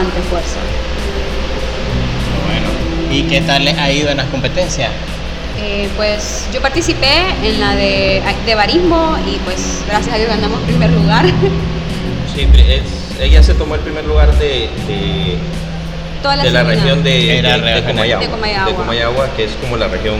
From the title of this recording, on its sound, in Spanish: Oh! Café en el Festival Centroamérica de Café.